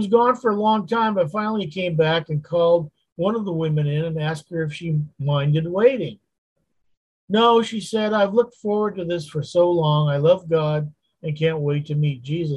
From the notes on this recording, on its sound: Wednesday Zoom study